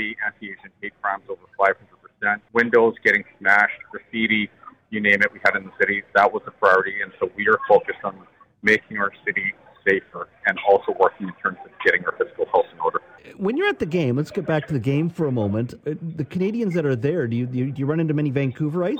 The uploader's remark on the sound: Joins us live from the World Cup in Qatar. While at the Canada vs Belgium game!